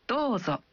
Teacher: Saat Anda mengatakan Dozo. Anda mengucapkan vokal O dalam Do. Satu ketuk lebih panjang.